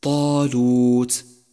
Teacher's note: حرف تفخيم مفتوح، مفتوح بعده ألف، وهذه أعلى مراتب التفخيم. طالوت.